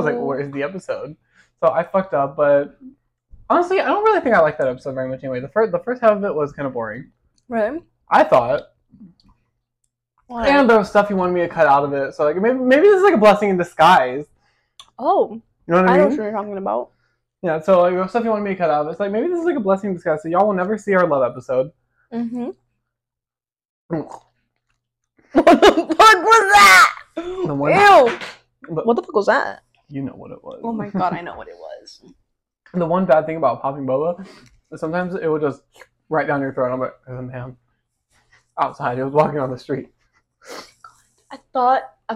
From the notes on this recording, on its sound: Here’s the final episode of the horrible audio! Again we deeply apologize for the quality.